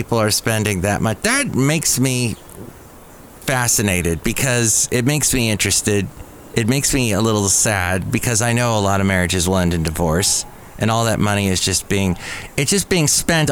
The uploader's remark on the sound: podcasts live from Café Anyway